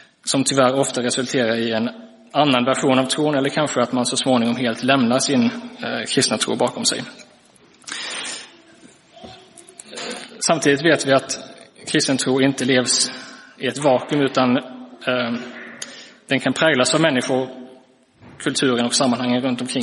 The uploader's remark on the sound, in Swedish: Inspelad i Roseniuskyrkan den 17 december 2023.